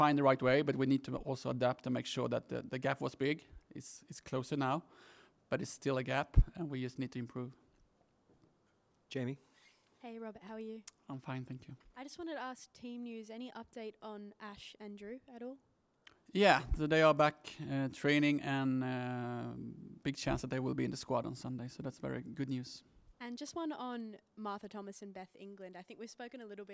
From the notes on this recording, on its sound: PRESS CONFERENCE. Arsenal Women v Tottenham Women: Women's Super League.